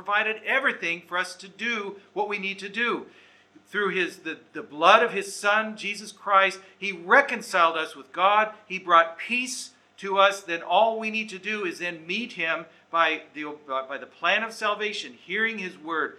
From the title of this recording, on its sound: Recorded Live/Seminar